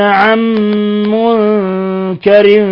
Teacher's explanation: عن منكر نون ساكنة جاء بعدها الميم الحكم التجويدي إضغام بغنة